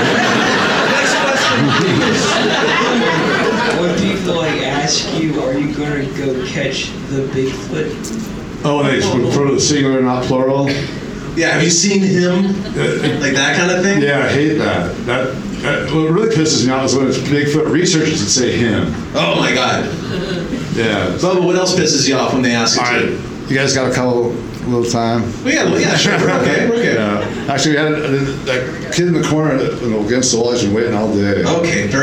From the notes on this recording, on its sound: Live from Ohio! Recorded live during the Ohio Bigfoot Conference! Answer questions from the audience.